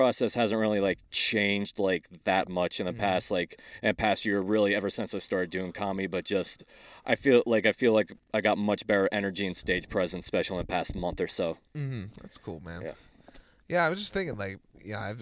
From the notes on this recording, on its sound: got in my car and we talked